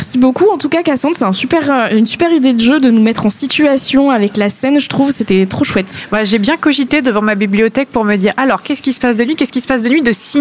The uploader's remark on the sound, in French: nous nous sommes réunis pour un club de lecture exceptionnel en direct de la Bibliothèque Alexis de Tocqueville de Caen